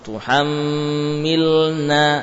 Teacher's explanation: lam sukun bertemu nun. Hati-hati, harus dibaca dengan ilhar. Tuhammilna, betul-betul jelas lamnya.